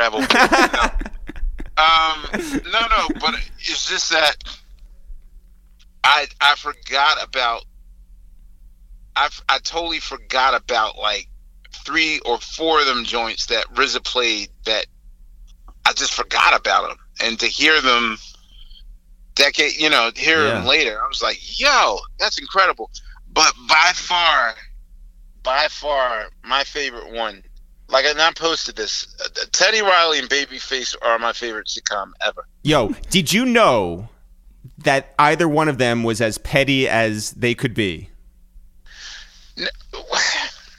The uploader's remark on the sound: We make calls from our Upper West Side apartment. Currently living on a kibbutz in Upstate New York. We then call over to Brooklyn.